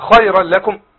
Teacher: حرف الخاء هنا حرف مفخم، حرف مستعلن في ثاني مرتبة مراتب التفخيم